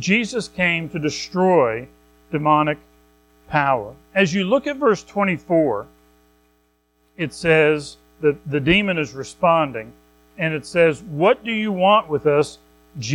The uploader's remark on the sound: Recorded at Madison Baptist Church in Madison WV